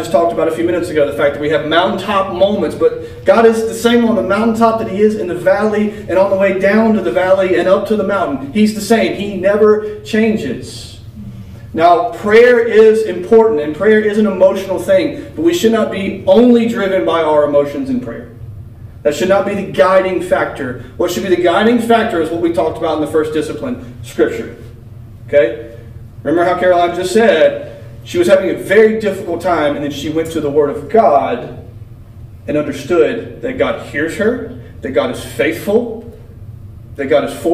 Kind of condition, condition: setting, large echoing room